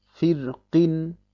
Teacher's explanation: Nach der Regel ist das Ra Saken und das Fa vorher hat eine Kasra, also darf man das Ra hell aussprechen.